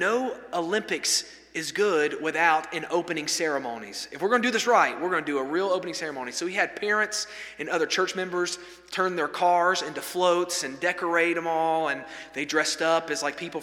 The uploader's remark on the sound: This sermon was delivered on November 15, 2023 at First Baptist Church Hendersonville, NC during the Wednesday night Bible study hour.